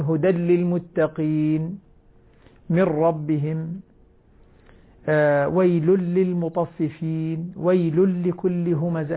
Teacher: لما أدغم النون الساكنة والتنوين باللام والراء أدغمها دون غنة · Term: إدغام بغير غنة